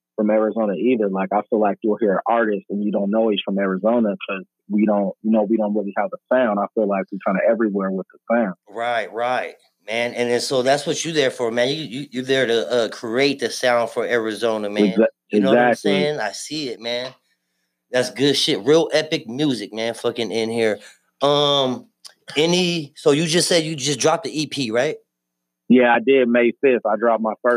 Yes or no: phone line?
yes